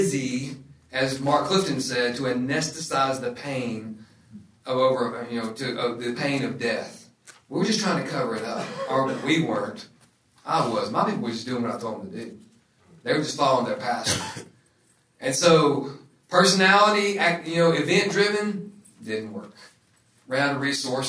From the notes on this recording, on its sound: This episode is from discipleFIRST, recorded at the National Disciple Making Forum.